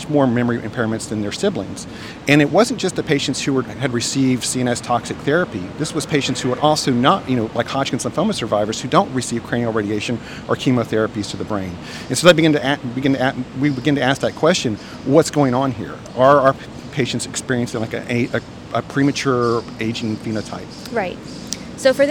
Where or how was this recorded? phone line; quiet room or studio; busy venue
busy venue